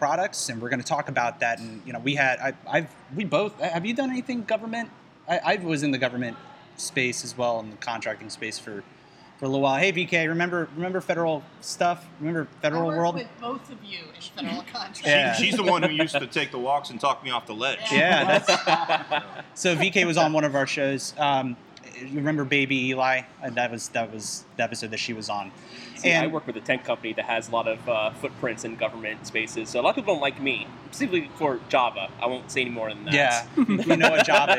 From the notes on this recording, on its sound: Record live from Tin Cannon Brewery in Gainesville with a live audience!